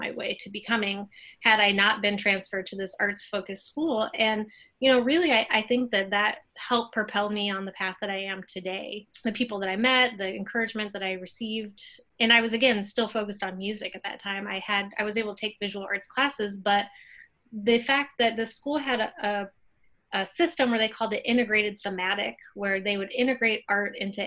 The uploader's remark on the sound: In this episode of Inside the Box, we Zoomed.